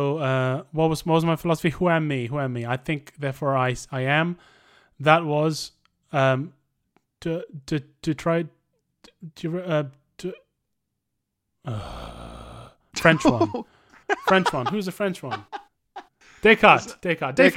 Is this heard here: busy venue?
no